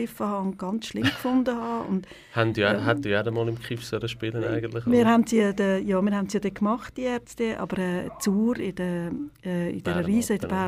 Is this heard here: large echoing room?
no